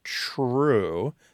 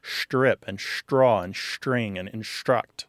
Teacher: This is called palatalization. What's happening is the tongue is moving forward on the palate.